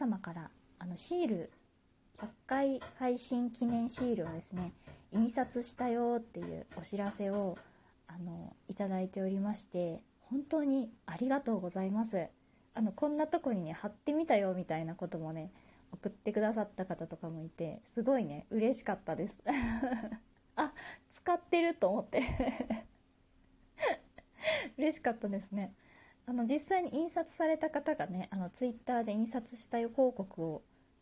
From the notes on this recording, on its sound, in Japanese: 自宅でスマホによる収録のため様々な騒音が収録されています、ご了承ください